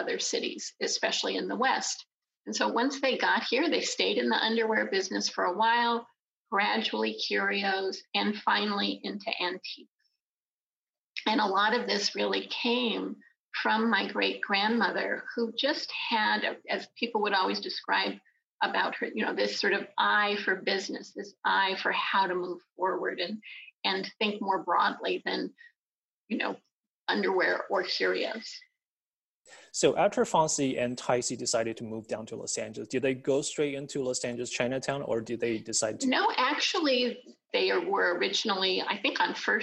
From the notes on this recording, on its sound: This podcast was recorded in front of a live Zoom audience.